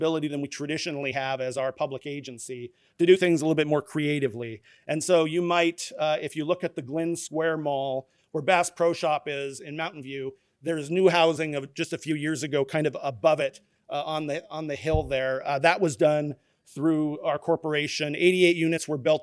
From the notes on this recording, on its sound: At the Anchorage Museum.